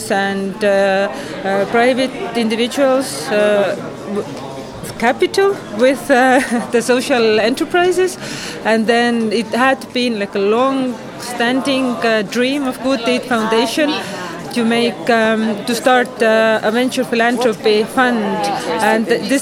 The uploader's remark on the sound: live at the Impact in the Neighbourhood conference in Tbilisi, Georgia